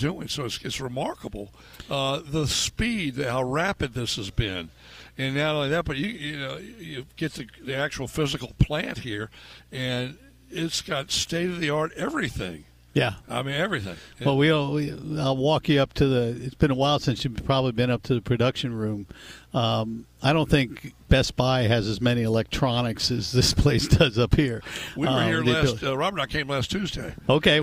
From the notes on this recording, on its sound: record live at the Henrico Sports & Events Center